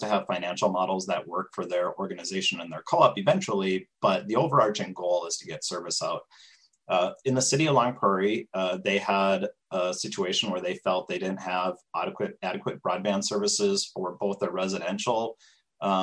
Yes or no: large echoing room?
no